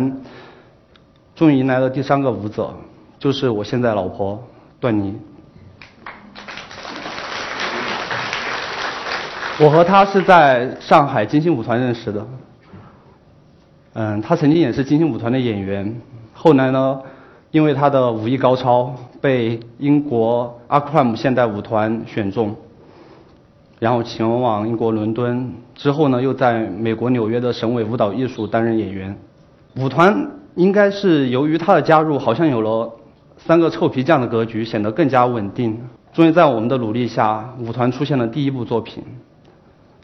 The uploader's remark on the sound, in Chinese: 在一席舞台上的演讲和现场舞蹈